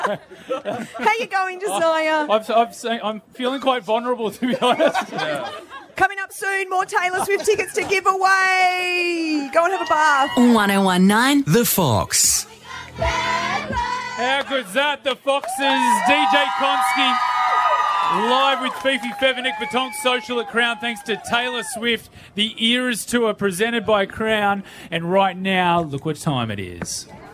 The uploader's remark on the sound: Brekky In The Burbs LIVE from Southbank